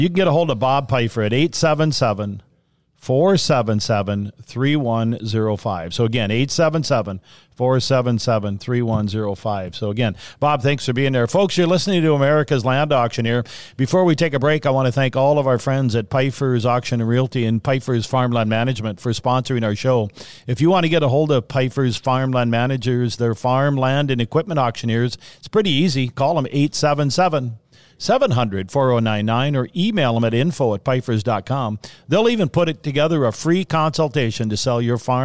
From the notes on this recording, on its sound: Farmland Market Updates, Live From the Arizona Land Seminars.